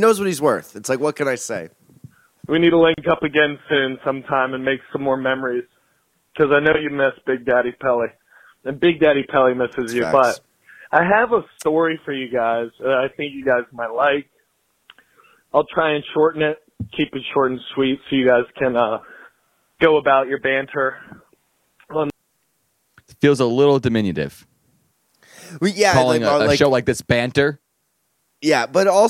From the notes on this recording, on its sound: take phone calls